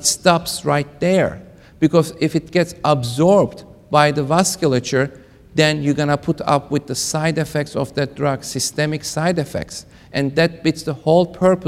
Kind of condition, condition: setting, live audience